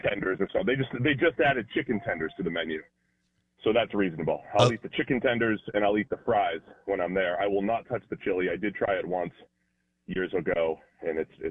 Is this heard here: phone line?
yes